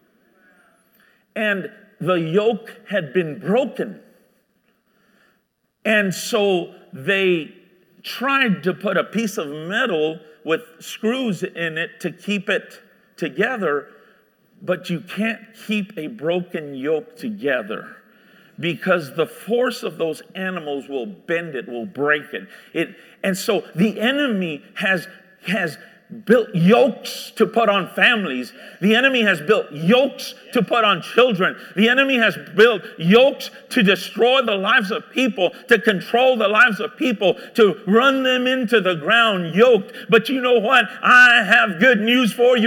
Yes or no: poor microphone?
no